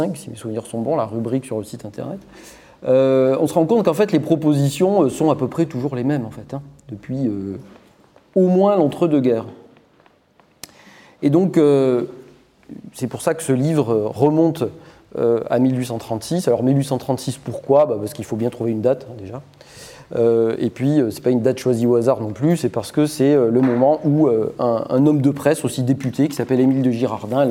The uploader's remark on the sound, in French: Le 24 novembre 2022 à Paris, Acrimed organisait une conférence